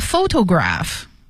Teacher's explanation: 那么 photograph 重音在第一个音节 fo 上面